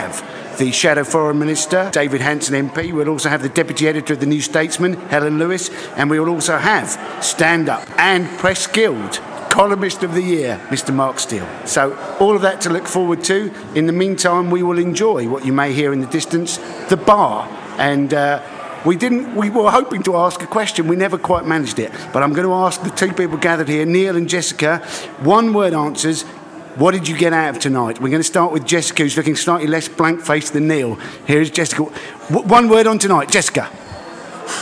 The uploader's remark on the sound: Recorded at the Royal Geographical Society's Ready For Impact event on climate change.